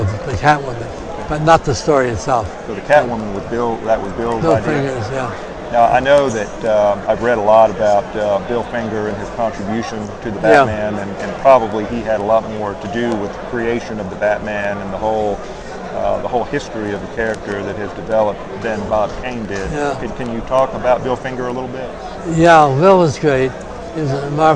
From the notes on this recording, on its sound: We are “live” from Heroes Con 2007!